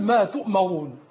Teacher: ولاحظ ترقيق الميم ولا تتأثر بالراء المفخمة